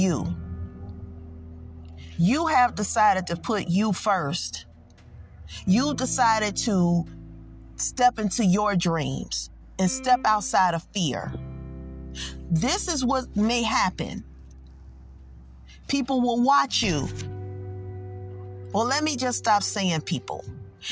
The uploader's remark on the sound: I was in my car and decided to pull over